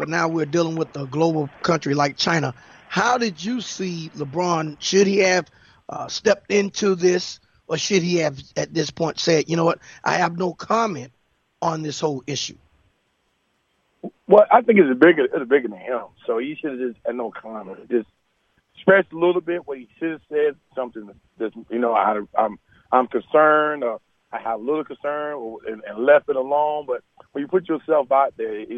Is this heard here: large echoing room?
no